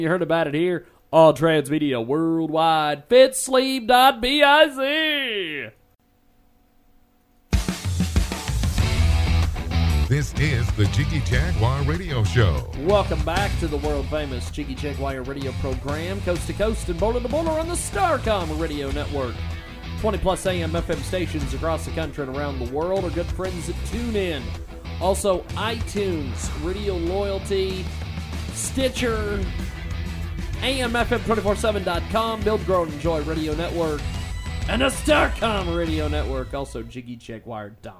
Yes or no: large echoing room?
no